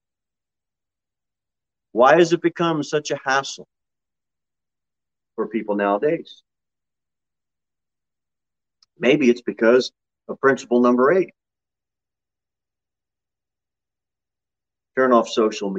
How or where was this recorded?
large echoing room